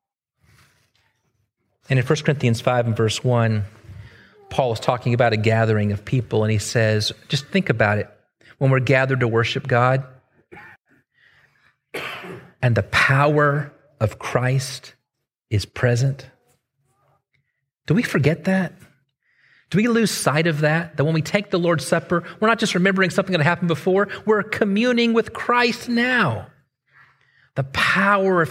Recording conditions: large echoing room